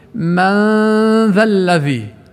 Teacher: أخفينا النون في الذال، ليس إخفاء كاملا وضاعت، ولا هي ظاهرة كاملة واضحة على الآخر، بل إخفاء بغنة من ذا الذي. · Term: الإخفاء